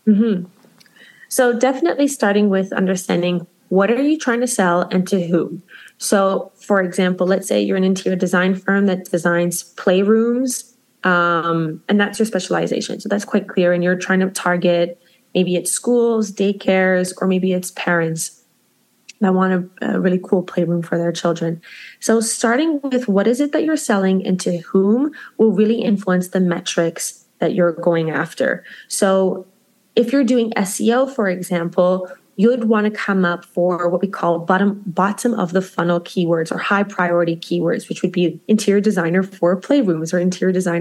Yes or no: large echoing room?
no